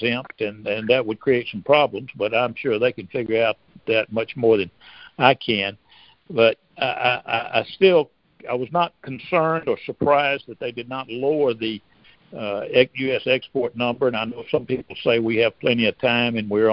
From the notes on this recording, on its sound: Monthly Cotton Conference Call.